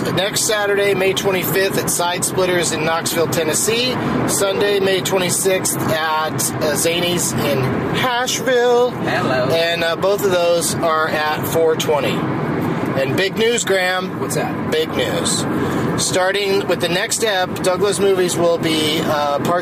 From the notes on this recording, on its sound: From a rental car driving to Boston